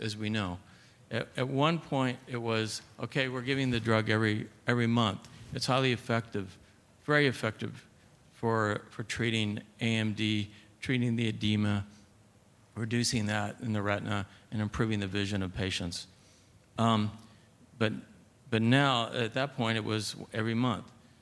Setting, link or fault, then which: setting, busy venue